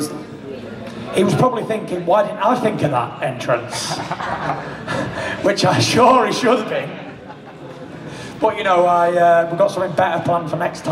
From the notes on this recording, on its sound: Full Post fight press conference (Las Vegas)